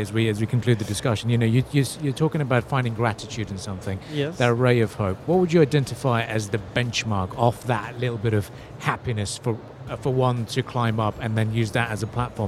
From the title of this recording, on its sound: Live from IGCF 2022